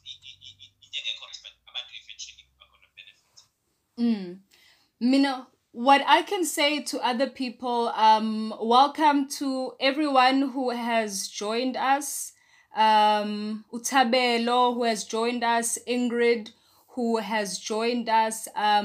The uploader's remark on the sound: Our first attempt at a live Zoom video call. Please excuse the glitches! We chose to use Zoom as our free platform and we invited viewers to share the experience and join in the conversation.